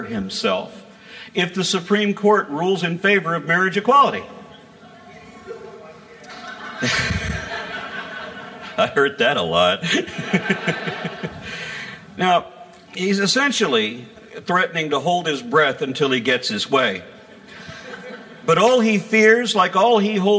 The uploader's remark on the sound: (Live) Oklahoma Freethought Convention 2015